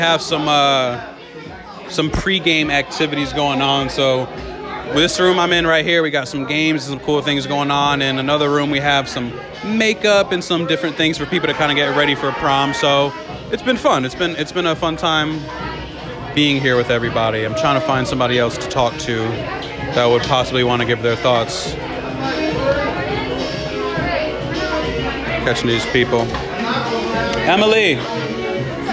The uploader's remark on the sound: I'm live at Orange site for our last day of summer camp, and for PROM. Hear from participants and staff alike as I go around and collect perspectives and thoughts.